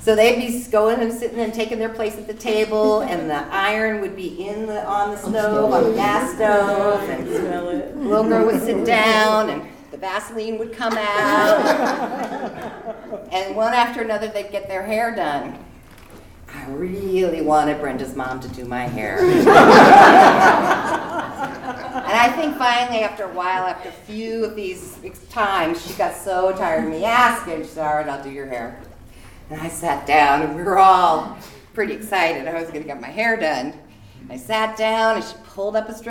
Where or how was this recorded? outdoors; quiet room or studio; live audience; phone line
live audience